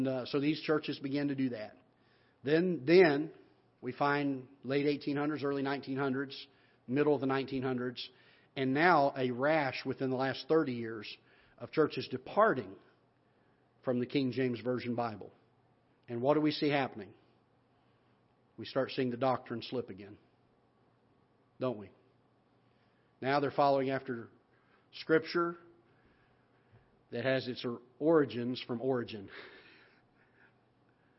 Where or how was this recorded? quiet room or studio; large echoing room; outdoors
large echoing room